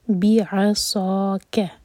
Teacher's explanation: صاد heavy letter ہے، منہ بھر کر پڑھیں گے